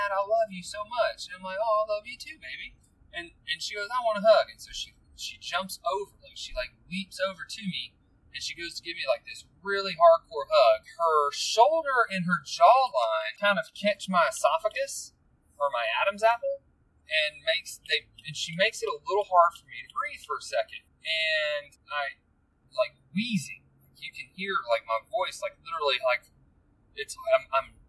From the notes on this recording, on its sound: Sorry about the background noise on this one. It was recorded on my bluetooth and although I would rather record at home I haven't had the opportunity to do so in far too long.